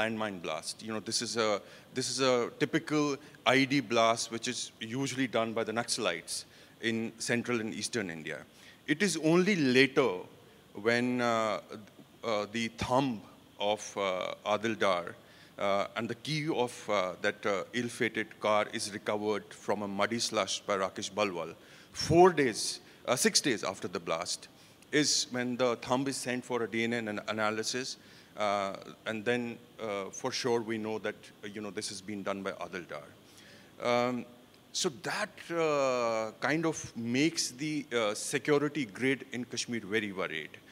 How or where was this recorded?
live audience